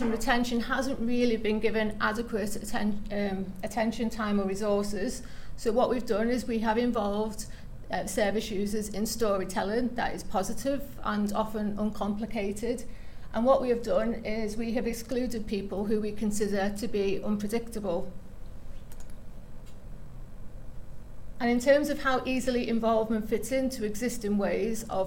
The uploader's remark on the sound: The Northern Mental Health Nursing Qualitative Research Forum meets three times a year. The following session was recorded at their fourth event on Friday 17 November 2023.